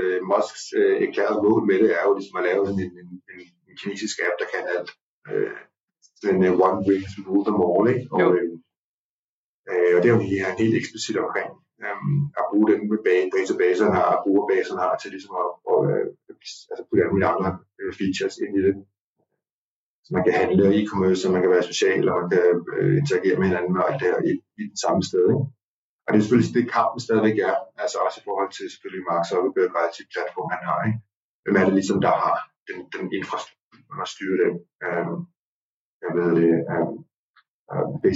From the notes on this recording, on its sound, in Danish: Psst, der har været en lille drillenisse på spil, som har skruet på knapperne. Det betyder, at lyden er lidt mere sprød, end vi egentlig gerne ville have den.